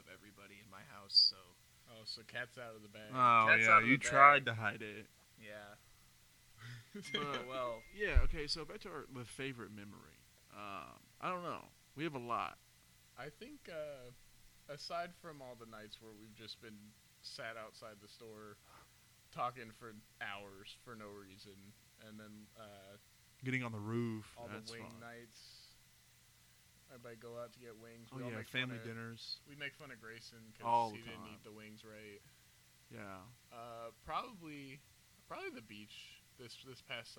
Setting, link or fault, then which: fault, poor sound quality